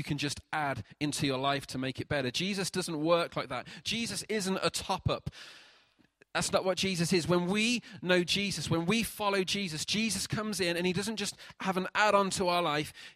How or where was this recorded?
large echoing room